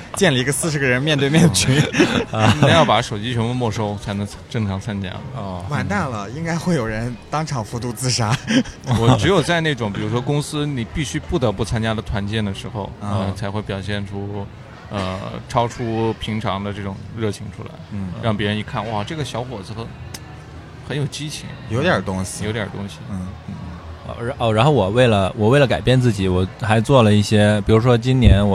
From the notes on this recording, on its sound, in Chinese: 市集现场。尤其在市集摆摊过程中。我们还是尝试了一次公开录音，面对形形色色走过的观众。